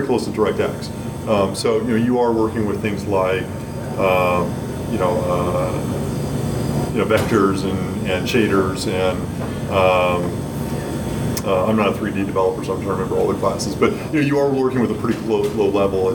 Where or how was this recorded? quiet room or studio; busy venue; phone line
busy venue